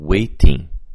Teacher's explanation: The other possibility is that there will be no consonant at all, and we get waiting. And so the final ing drops the articulation of that consonant, and we just get a nasal vowel. So, ing, ing, waiting.